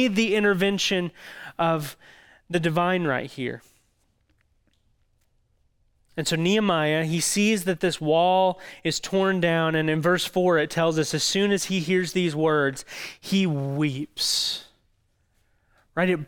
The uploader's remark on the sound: audio from New City Church in Champaign-Urbana, IL